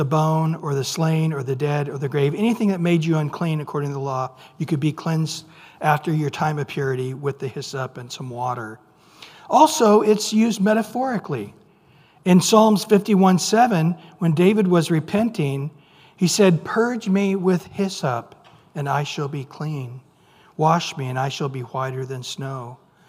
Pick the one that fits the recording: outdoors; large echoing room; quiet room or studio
large echoing room